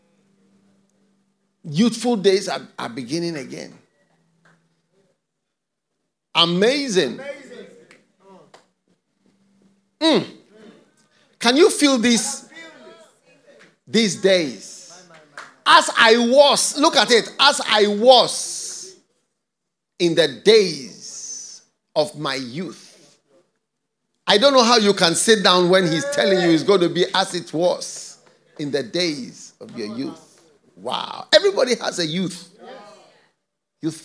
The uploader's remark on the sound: Preached at the FLOW Service, Accra.